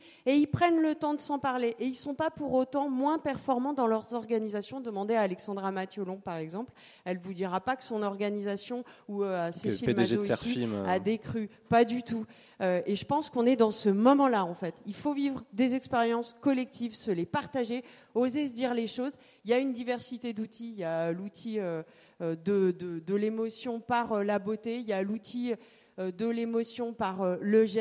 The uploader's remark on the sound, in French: table ronde enregistrée aux Entretiens de Valpré le 17 novembre 2023